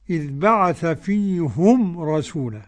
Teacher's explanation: وقرأ يعقوب منفردا بضم الهاء